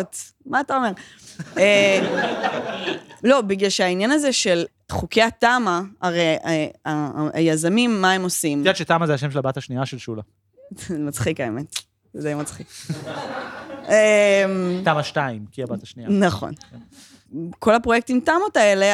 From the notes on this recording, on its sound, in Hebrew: הפרק הוקלט לייב בבית ליבלינג, מרכז העיר הלבנה שב כיכר ביאליק.